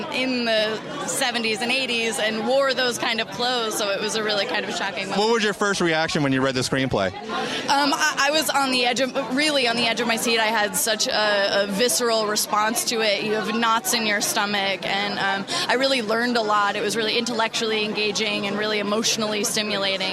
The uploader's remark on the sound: Script to Screen goes on location at the Santa Barbara Film Festival